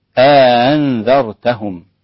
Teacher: والهمزة مع الإدخال يعني إدخال ألف بين الهمزتين فيصير النطق بها هكذا أأنذرتهم